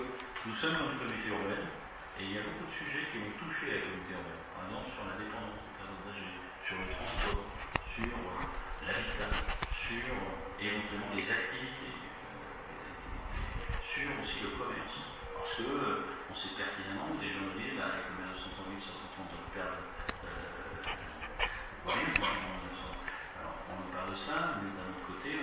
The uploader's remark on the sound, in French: Les Mureaux 2030 conf presse mairie.